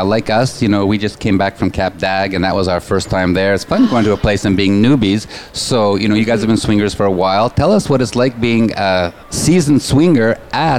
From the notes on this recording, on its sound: Live from Naughty in N'Awlins, the largest lifestyle convention for couples, in the world. With over 2,000 guests, this event is not only a full take over of three of the French Quarter's biggest hotels, it takes over Bourbon Street too.